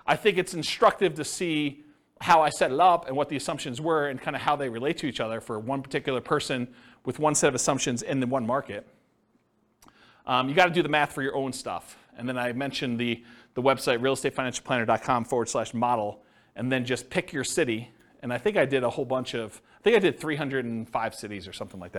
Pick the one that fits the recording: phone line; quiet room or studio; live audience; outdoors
live audience